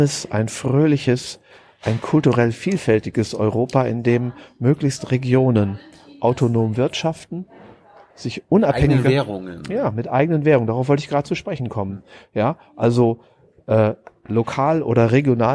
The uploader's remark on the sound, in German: Februar 2019 in der Buchhandlung "Ocelot" (Berliner Brunnenstraße) aufgenommen.